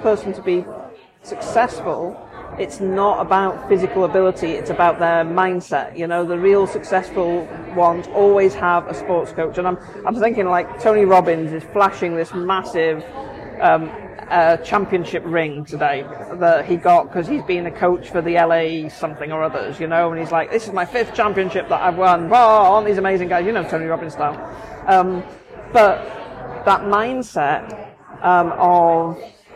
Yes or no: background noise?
yes